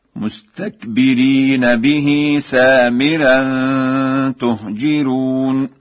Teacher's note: تهجرون بضم التاء وكسر الجيم وترقيق الراء